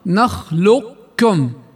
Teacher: لكن ولأن القاف مفخمة والكاف مرققة وليس من اللائق أن تأكل الكاف الرقيقة القاف السمينة، فيجوز عند حفص أن يكون الإدغام هنا ناقصا غير كامل فتصبح لفظا نخلقكم. لاحظ سمعنا طرف قاف نخلقكم ببقاء صفة التفخيم في القاف دون قلقلة ولا إدغام، نخلقكم، ويسمى إدغام متقاربين ناقص.